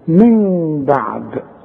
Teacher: افتح شفايفي فتح خفيف انفراد في الشفايف من بعد، واعتمد على الخيشوم عشان تطلع الغنة منه